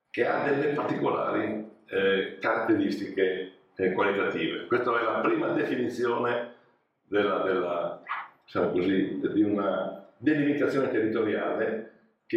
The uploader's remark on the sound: Leads another Seminar during Vinitaly 2022. WARNING AUDIO IS LESS THAN PERFECT!